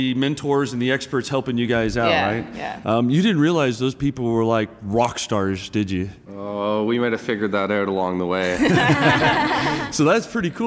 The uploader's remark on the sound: Recorded live at SAP TechEd 2016 in Las Vegas.